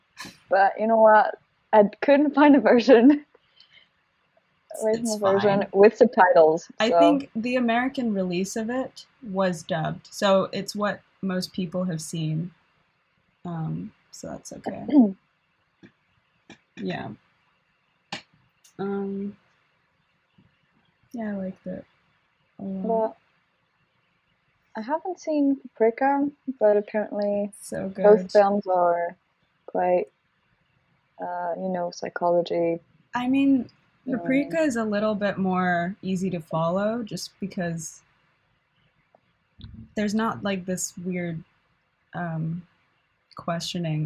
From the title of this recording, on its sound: shitty audio!